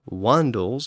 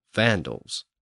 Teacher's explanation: late Latin sound shift, which converted the W sound into the V sound in many Latin words.